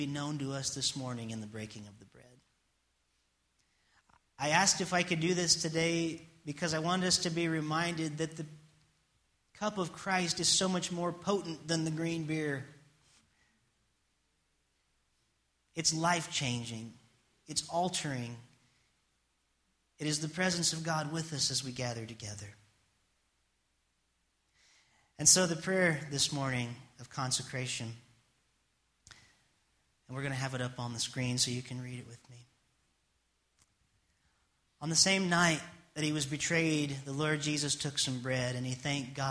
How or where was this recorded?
large echoing room